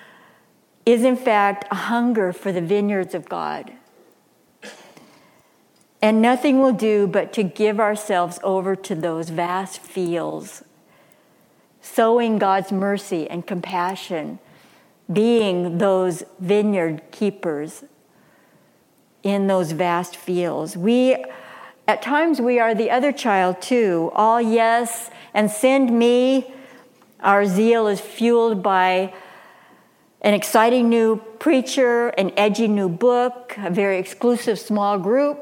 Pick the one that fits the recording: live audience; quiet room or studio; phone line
live audience